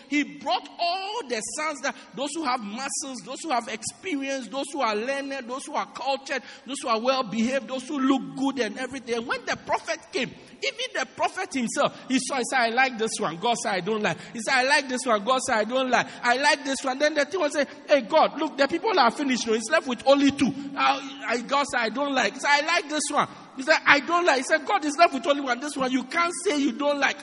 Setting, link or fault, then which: setting, large echoing room